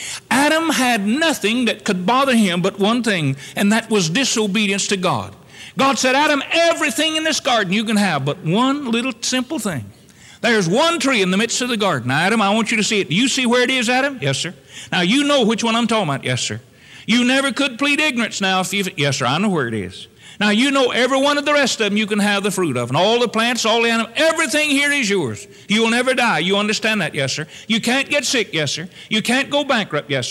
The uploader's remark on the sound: Originally preached on July 7, 1974 at Northside Baptist Church.